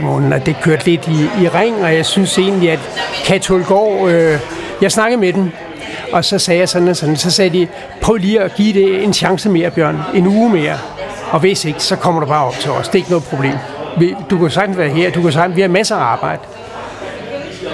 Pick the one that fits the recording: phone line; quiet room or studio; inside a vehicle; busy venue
busy venue